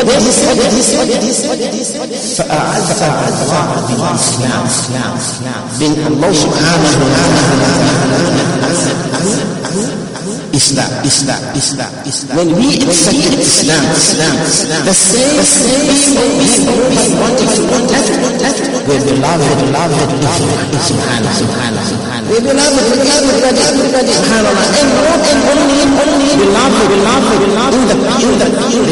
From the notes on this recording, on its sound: Jumuah lecture at Masjidun Nasr